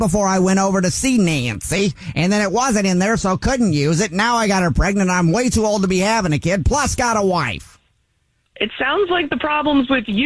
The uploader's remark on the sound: phone prank style